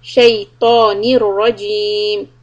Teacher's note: Keep the ta and ra heavy.